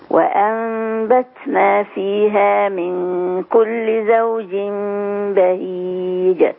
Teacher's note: عايزين نبين بقى الهمس في التاء عشان ما تبقاش دال مقلقلة